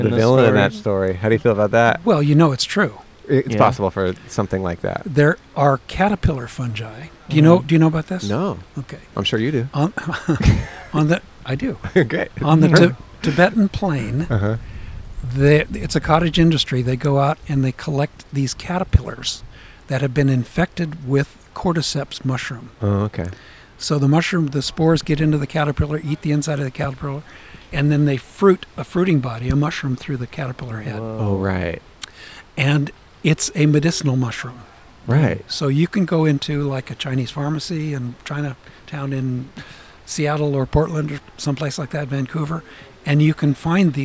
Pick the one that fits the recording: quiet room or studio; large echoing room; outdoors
outdoors